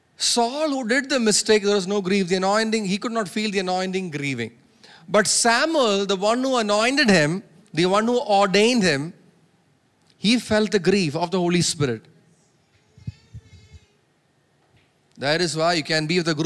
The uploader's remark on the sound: preached at Sunday Service on 20 August 2023 at Revelation Church